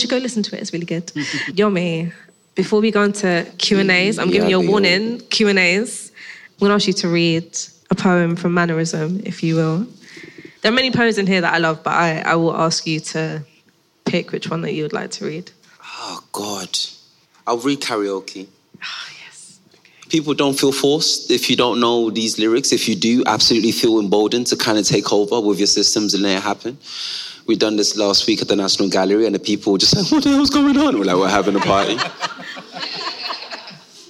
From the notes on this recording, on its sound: Recorded live. At Bars of Reassurance: Poetry and Grime. The live conversation, presented by Royal Society of Literature and the Museum of London alongside Crack Magazine.